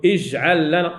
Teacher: لكن الجيم العربيه فيها شده وفيها قلقله